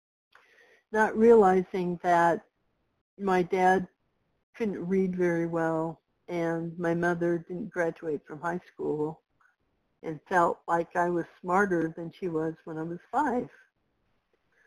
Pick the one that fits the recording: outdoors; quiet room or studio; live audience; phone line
phone line